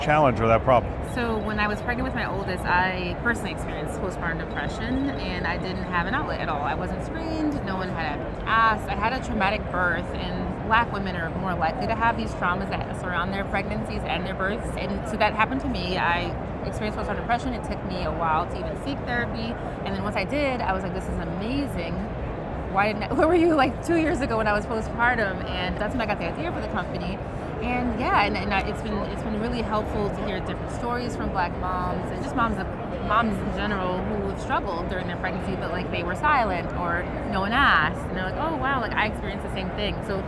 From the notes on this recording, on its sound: It’s an Interview in Action live from HLTH ‘22.